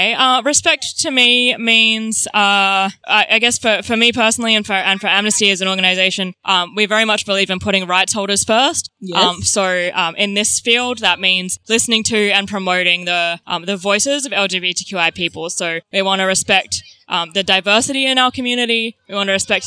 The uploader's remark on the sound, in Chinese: 西澳伯斯 Fair Day 街訪！！這是在去年西澳彩虹月舉辦的 Fair Day 市集活動。